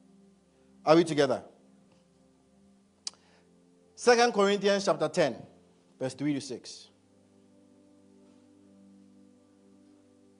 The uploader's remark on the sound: A message preached at ICGC Rehoboth Temple - Toronto